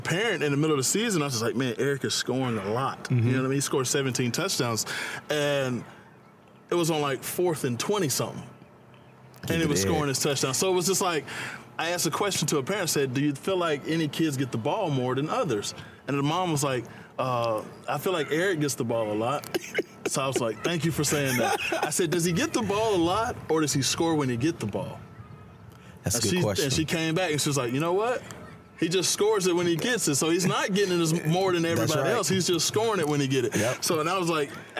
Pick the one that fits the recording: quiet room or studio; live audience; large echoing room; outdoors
outdoors